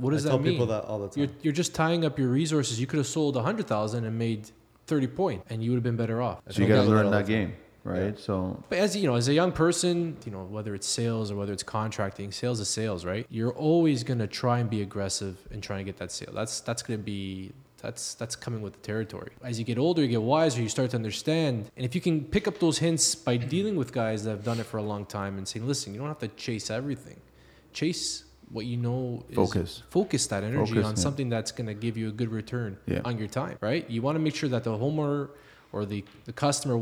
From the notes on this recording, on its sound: on location at Skyluxe Roofing workshop and breakroom